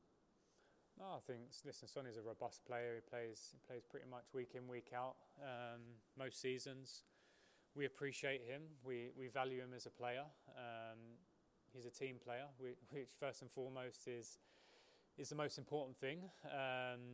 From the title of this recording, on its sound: PRESS CONFERENCE